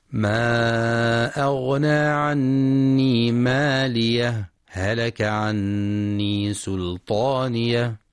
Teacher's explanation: السكت على حرف الهاء من كلمة مالية، ثم الابتداء بهلك مع إظهار حرفي الهاء، ويجوز أيضا عدم السكت وإدغام الهاءين إدغاما متماثلا فتصبحان هاء